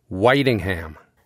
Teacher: Like, there's one town that on paper looks like Whittingham, but it's actually said Whitingham. Whitingham has an emphasis on the first syllable, white.